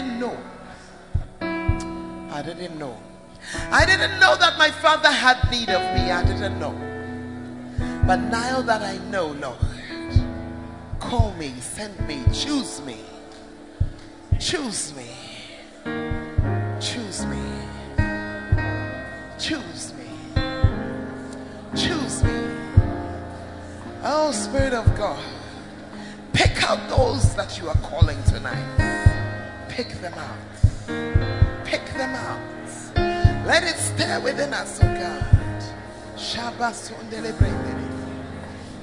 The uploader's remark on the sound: Preached At First Love, UCC